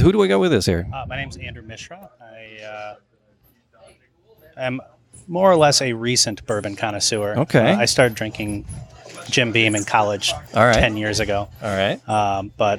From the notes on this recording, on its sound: Live at the Wine Garden. Wasn’t sure that audio would turn out, glad it did.